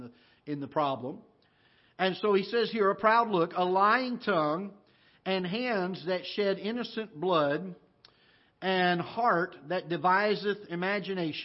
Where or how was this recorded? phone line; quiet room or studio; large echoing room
large echoing room